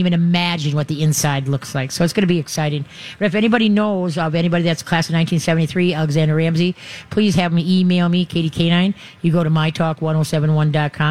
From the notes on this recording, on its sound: Live from the MyTalk booth at the MN State Fair to take your dog and cat questions.